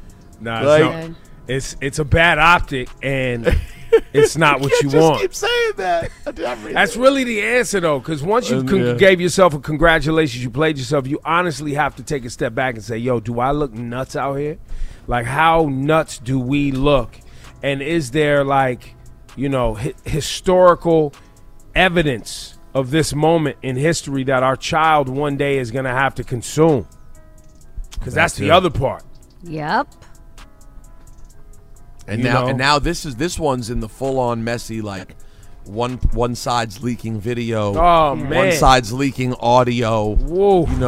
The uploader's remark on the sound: LIVE from the Peace Mobile. The EITM team are on the Peace Mobile headed to the Bronx!